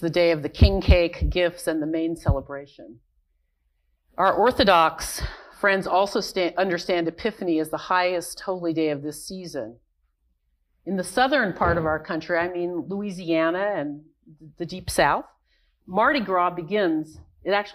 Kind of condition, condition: setting, large echoing room